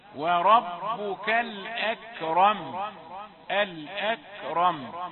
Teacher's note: الأكرم، نقول له لا، الأ، بين الهمزة نارفقة، وربك الأكرم، الأكرم، تبين همس الكاف هي مهموسة وليست مقلقلة، همزة مرققة وكاف مهموسة، واضح أن الراء ما دامت مفتوحة فهي مفخمة. اقرأ وربك